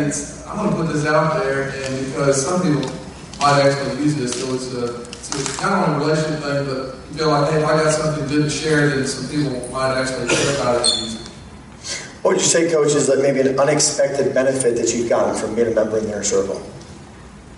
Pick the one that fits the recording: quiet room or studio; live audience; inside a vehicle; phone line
live audience